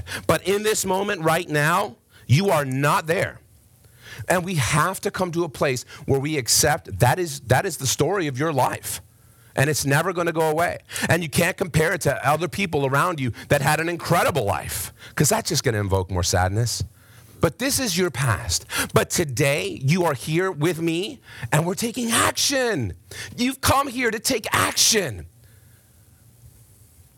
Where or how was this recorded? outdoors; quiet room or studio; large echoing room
large echoing room